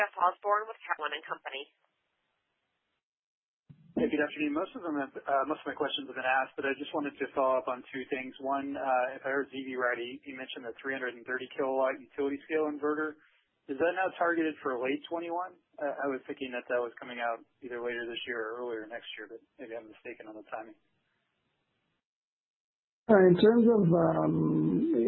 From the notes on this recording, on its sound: Q3 2020 Results Conference Call